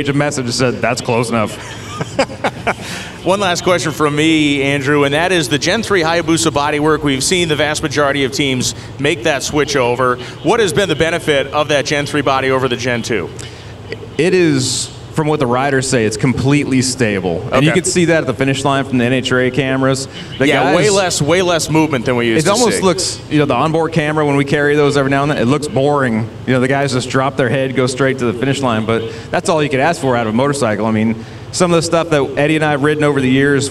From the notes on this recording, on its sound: NHRA Insider LIVE. LIVE from Worldwide Technology Raceway in Madison, Illinois.